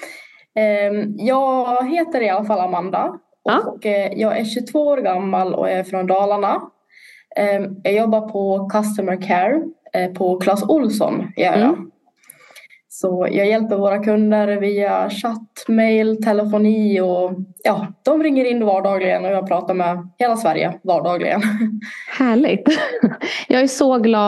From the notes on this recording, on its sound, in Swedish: Avsnittet spelades in digitalt på distans och därav kan ljudet svaja lite.